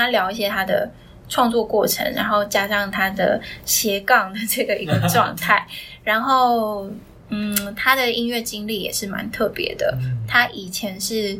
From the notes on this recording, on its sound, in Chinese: 但沒想到台中沒有適當的錄音室，臨時找到樂團練團室店家的設備卻出問題，所以最後只好用iPhone錄音，可能還會聽到鼓聲，所以本集內容聲音的品質比較傷耳請見諒。